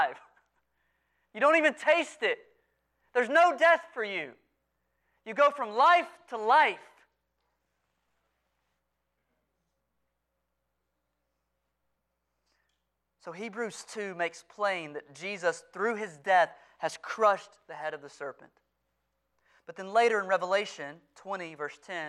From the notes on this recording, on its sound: Sunday morning sermon audio from Preston Highlands Baptist Church.